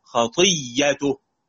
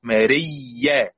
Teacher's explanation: حكم مختلف، حكم مختلف، وهو كالآتي: إذا كانت الياء أو الواو زائدة عن بنية الكلمة فالحكم أنها تبدل الهمزة ياء أو واوا، يعني اللي قبلها ياء تبدل ياء واللي قبلها واو تبدل واو، ثم إدغام الياءين أو الواوين